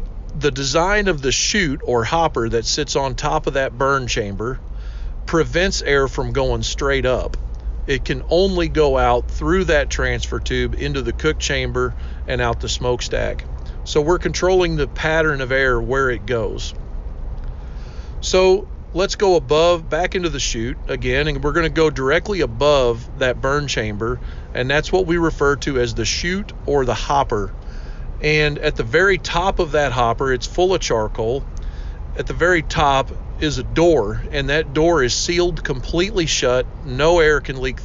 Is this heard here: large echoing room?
no